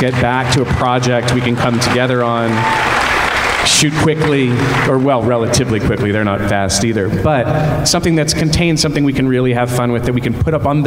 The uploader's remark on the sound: our panel at Midsummer Screams’ SEASON’S SCREAMINGS that went down at the Pasadena Convention Center